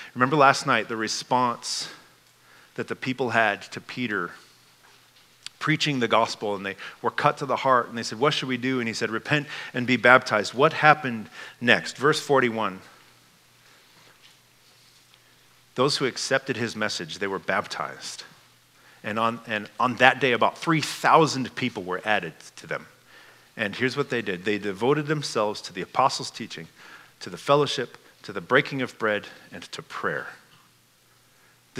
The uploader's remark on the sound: This message was given at Fall Conference 2022.